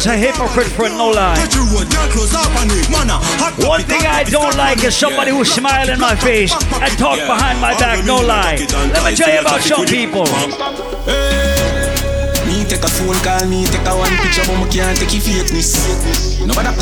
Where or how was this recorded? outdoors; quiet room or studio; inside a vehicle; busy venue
busy venue